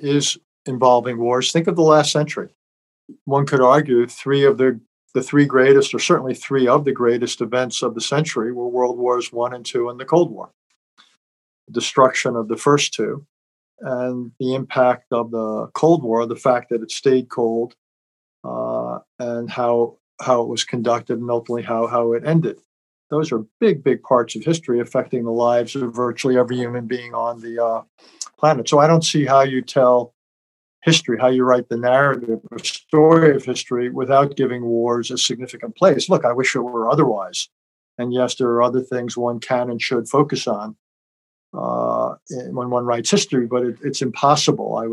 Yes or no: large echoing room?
no